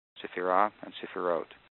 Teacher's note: S-E-P-H-I-R-O-T-H, and it's pronounced that way. The accent is on the last syllable, sephira and sephirot.